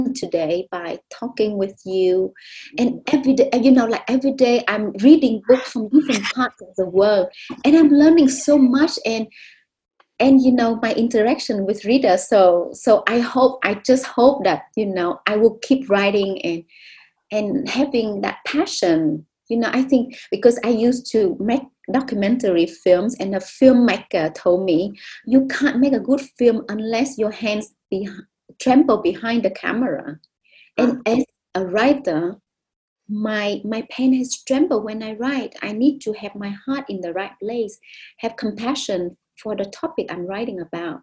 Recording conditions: video call